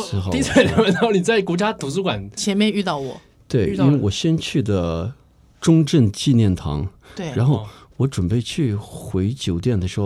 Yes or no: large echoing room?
no